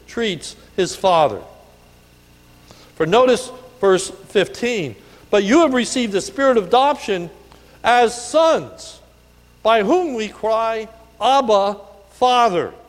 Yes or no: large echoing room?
yes